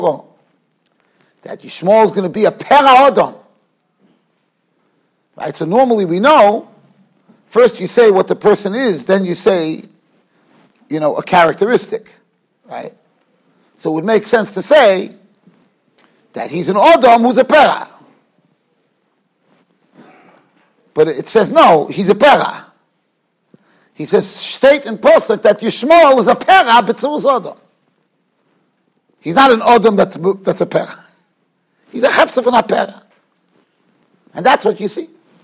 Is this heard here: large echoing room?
yes